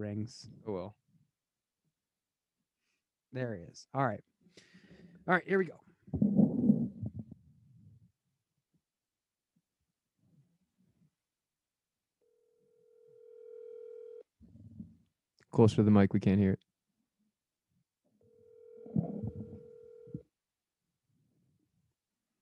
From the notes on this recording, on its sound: call in local experts to give their thoughts